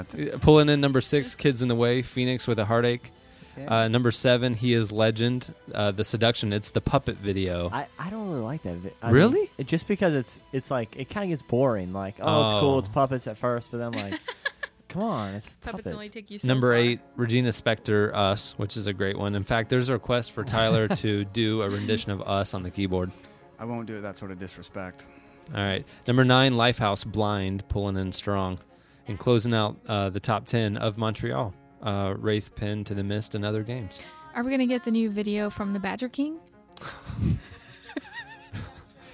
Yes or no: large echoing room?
no